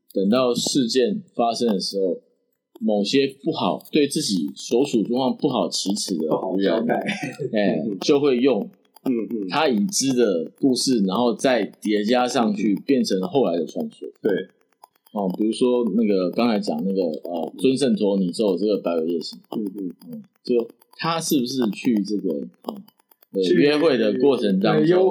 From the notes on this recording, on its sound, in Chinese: 本集錄製時一直有雜訊。我們於後製時盡力去除雜訊，但仍有部分不明聲響。